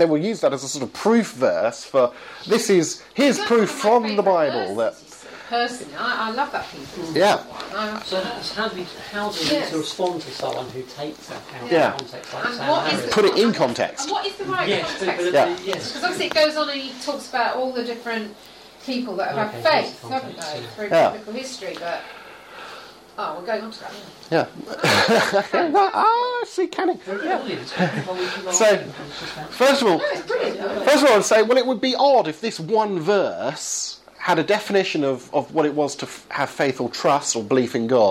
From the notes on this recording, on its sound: May 30th 2012 seminar with members of my church in Southampton.